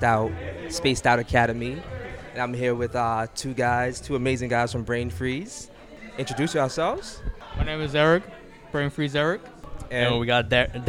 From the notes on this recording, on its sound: A live show from Nyc Lab Rats " Spaced Out" Event.